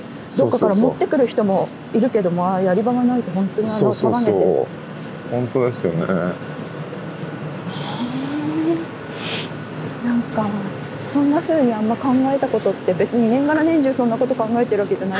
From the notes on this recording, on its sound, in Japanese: 誰かと散歩しながら収録しております。駒場東大前から日本民藝館まで散歩しながらおしゃべり。